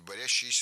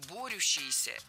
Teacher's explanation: Борящиеся – неверно, причем в этом слове сразу две ошибки. Во-первых, ударение должно падать на первый слог · Shown in: second take